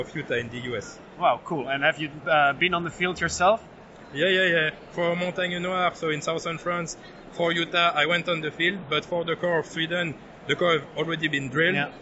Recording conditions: busy venue